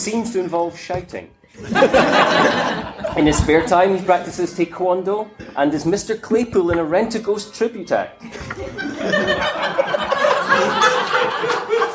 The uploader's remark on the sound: recorded at BASR 2016